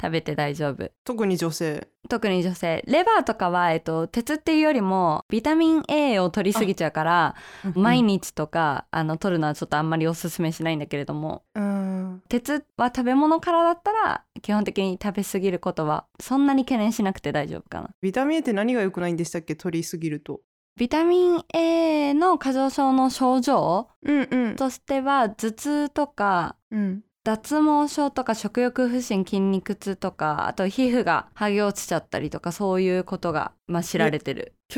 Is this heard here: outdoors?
no